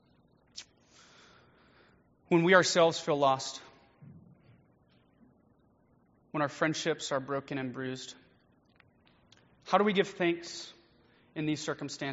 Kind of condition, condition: setting, large echoing room